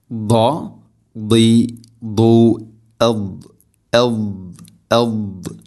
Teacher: ദാദിൻ്റെ ഉച്ചാരണം നാവിൻ്റെ ഏതെങ്കിലും ഒരു സൈഡ് അണപ്പല്ലുകളോട് ചേർന്ന് നീളത്തിൽ തട്ടിക്കൊണ്ടായിരിക്കണം അതിൻ്റെ ആ ഒരു ഉച്ചാരണം, ആ ഒരു ശബ്ദം വരേണ്ടത്.